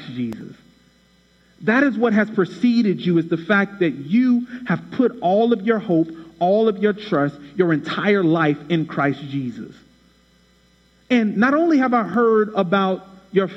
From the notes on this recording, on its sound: Shares a message from Huffman Baptist Church, where he preached on Colossians chapter 1.